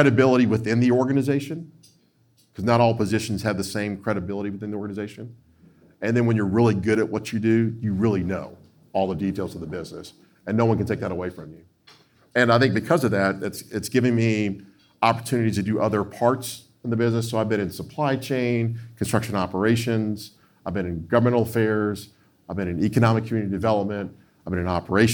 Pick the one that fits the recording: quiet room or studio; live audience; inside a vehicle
live audience